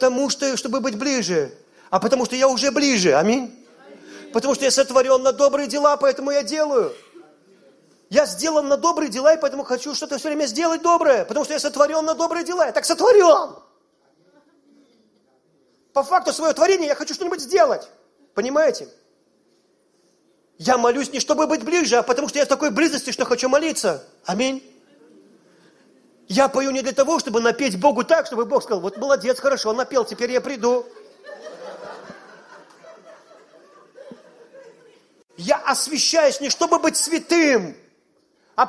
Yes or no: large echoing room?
yes